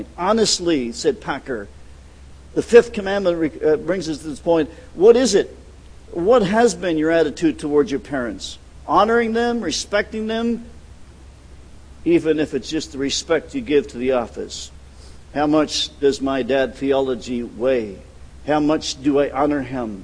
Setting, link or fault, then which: setting, large echoing room